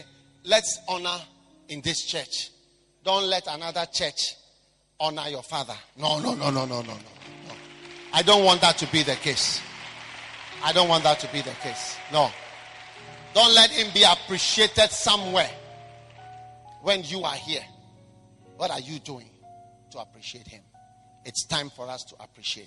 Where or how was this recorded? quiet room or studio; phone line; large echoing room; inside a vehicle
large echoing room